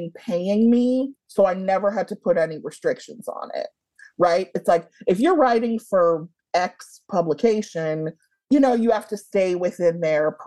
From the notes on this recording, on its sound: So, Zoom it was.